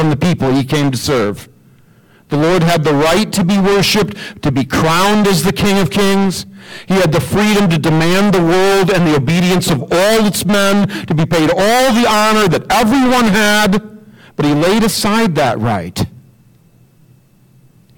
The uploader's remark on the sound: We are in the process of upgrading our AV equipment and working out the bugs. As a result, this week's audio is somewhat distorted.